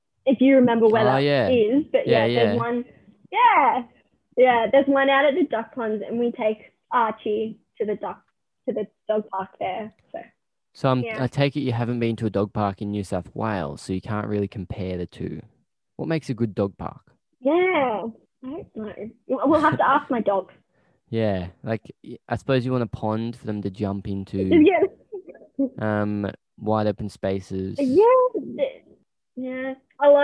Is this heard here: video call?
yes